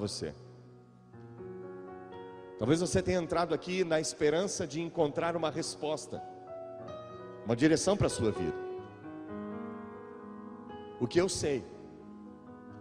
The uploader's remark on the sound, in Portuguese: Gravado ao vivo na igreja.